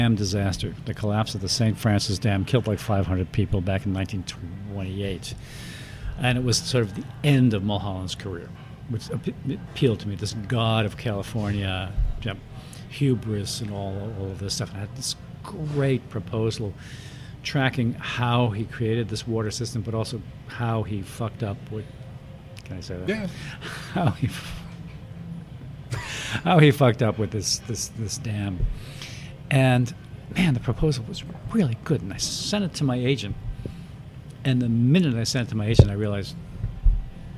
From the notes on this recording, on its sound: recorded at Legends in NYC